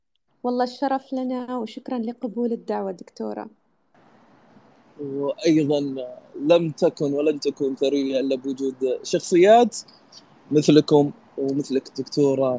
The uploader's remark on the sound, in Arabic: تسجيل لمساحة ابن رشد الأسبوعية على منصة تويتر